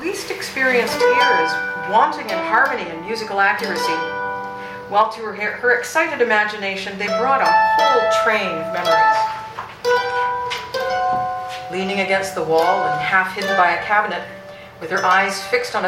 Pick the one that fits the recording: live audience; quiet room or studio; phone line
live audience